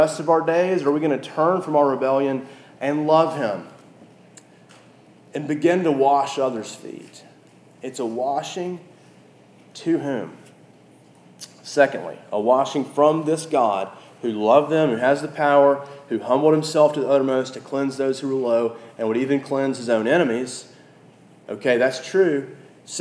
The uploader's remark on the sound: This message was preached at our local church, Christ the King (across from the Edge apartments on Classen).